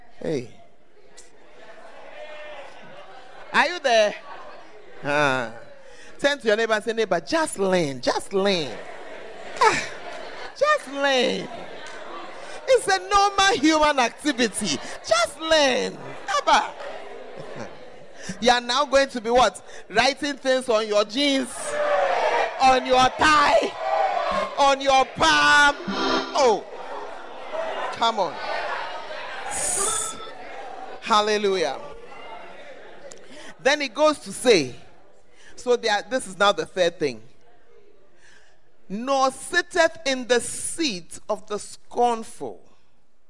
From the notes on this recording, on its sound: Preached At The Great Commission Camp, Ofoase Kokoben